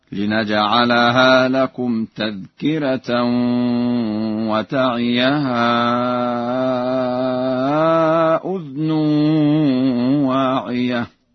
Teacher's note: قرأ ورش بإسكان الذال